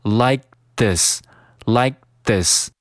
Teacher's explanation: Like this like 这个 k 进行省略，失去爆破，读成 like this likethis。读完 Lie 之后呢，舌尖儿直接咬到上下牙齿中间，准备读这个 This，读成 LikeThis， LikeThis。This 后面接着 A LotMore，那和这个 A Lot 中的这个 A 又进行了连读，所以说它读成 Like This ALot